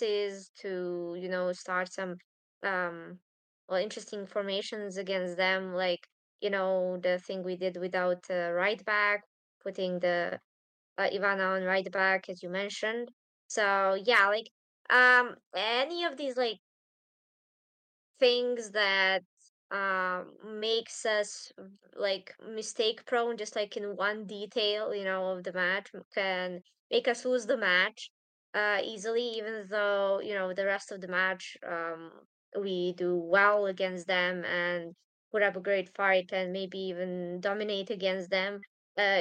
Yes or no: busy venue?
no